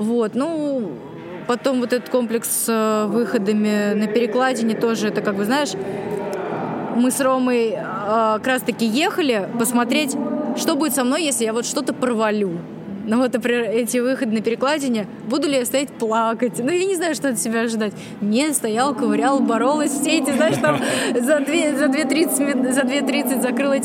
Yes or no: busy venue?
yes